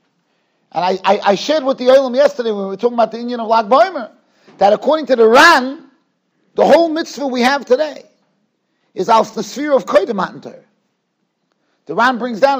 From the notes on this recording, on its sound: Shiur recorded in Yeshivas Ohr Reuven, Monsey NY.